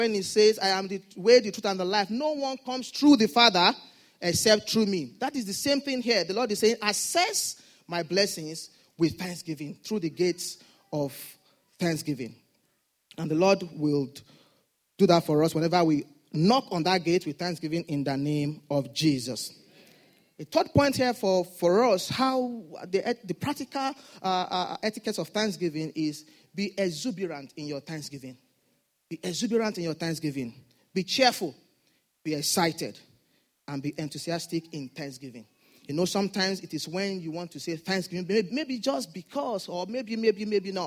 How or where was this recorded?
large echoing room